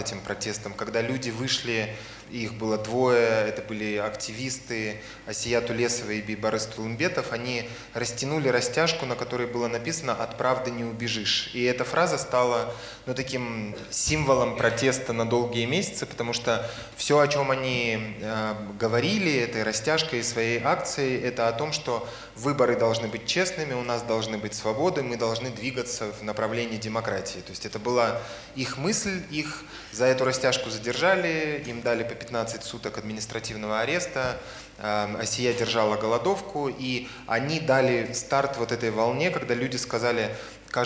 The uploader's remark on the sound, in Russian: Live в Алматы. Мы провели первую открытую запись подкаста за пределами России — в Казахстане, на фестивале The Art of Storytelling.